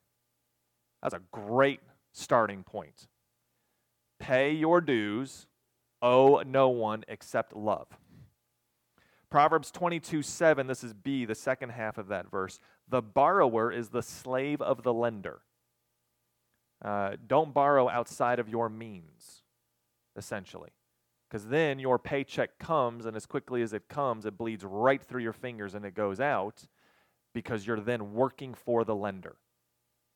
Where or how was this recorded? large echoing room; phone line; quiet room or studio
large echoing room